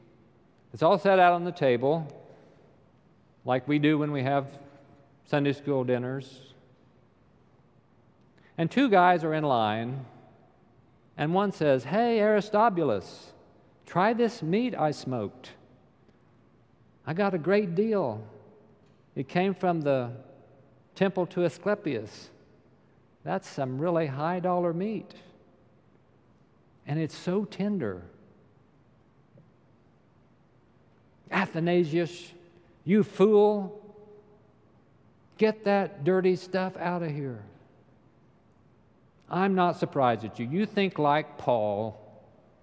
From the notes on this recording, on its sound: Recorded live during the Sunday worship service.